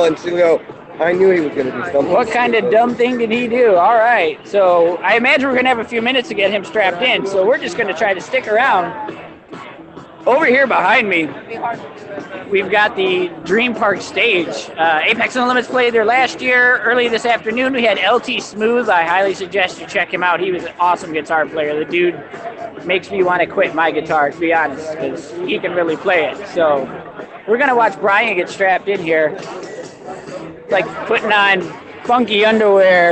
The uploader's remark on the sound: live at Dreamforce 2017